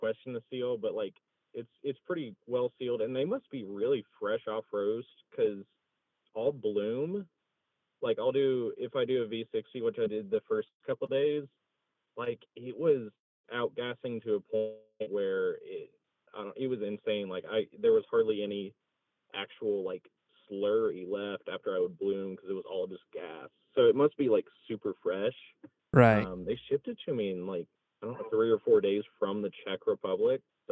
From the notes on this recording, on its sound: take calls from listeners all over and go live on Instagram as well